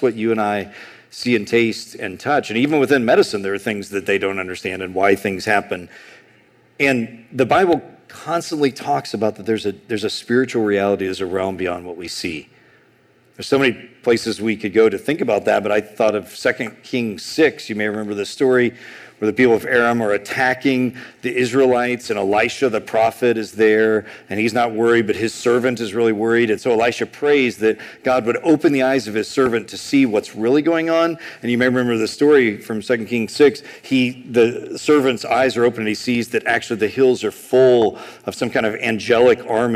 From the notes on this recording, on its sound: A sermon on Exodus 6:28-7:13 preached at Sojourn East in July 2023.